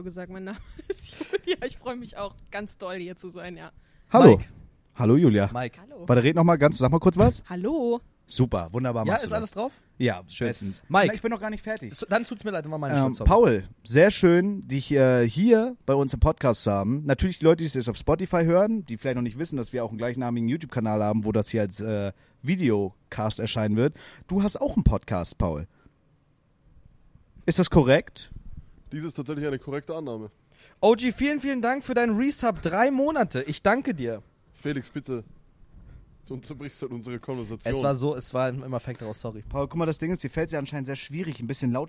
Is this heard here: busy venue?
yes